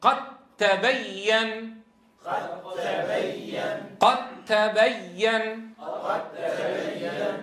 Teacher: إذا التقى هذان الحرفان وكان الأول منهما ساكن وجب الإدغام، كان الأول منهما ساكن وجب الإدغام، كما في قوله تعالى: قد تبين. قد ما بتقول قد، تنطق تاء مشددة، خلص الدال تذوب ذاتا وصفة في التاء، فنصبح أمام حرف مشدد هو تاء مشددة. قت قت إيصال حرف ساكن بحرف متحرك بحيث يصيران حرفا واحدا مشددا من جنس الثاني.